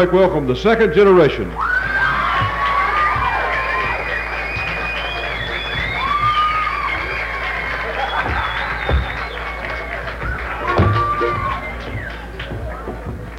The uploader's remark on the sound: live from The Bean Blossom Bluegrass Festival 1972!